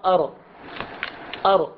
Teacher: حرف الراء يذهب اللسان من توسطه في داخل الفم، يذهب إلى مخرج الراء في منطقة الذلق ويرجع في مكانه. هذه الحالة تسمى التكرير.